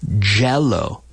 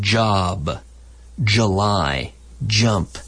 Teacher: we're starting with the CH, activating the vocal cords · Term: the J